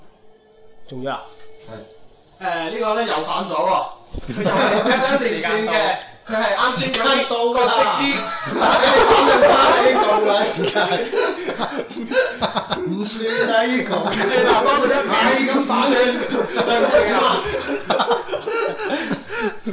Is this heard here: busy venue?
yes